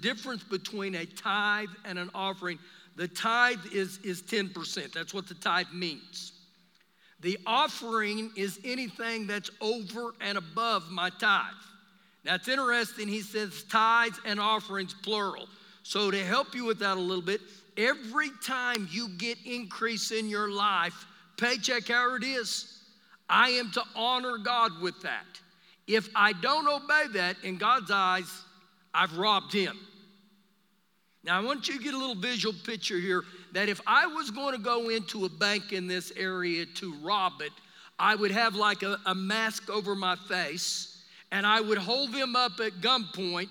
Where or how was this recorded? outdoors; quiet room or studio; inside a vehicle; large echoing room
large echoing room